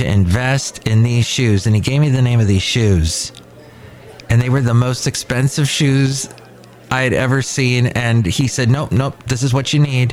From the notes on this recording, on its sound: podcasts live from Café Anyway